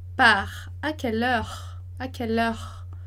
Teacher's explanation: Às vezes ele é quase soprado esse R